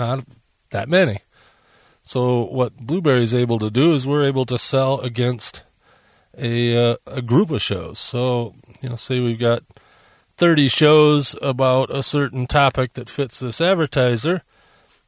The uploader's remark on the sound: As we called it “back in the day”, live to the hard drive. In fact, I’m recording from my mobile studio (my van) using the mobile setup.